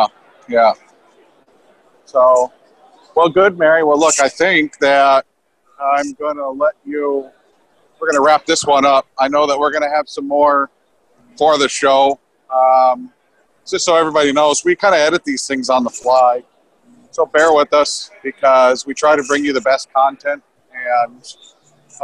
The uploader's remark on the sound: films at Procore's conference, Groundbreak, in Phoenix